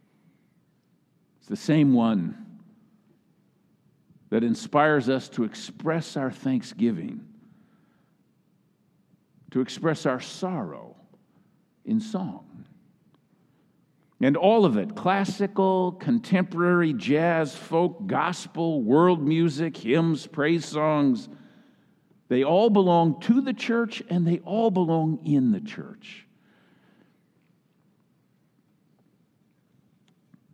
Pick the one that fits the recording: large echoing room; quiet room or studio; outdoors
large echoing room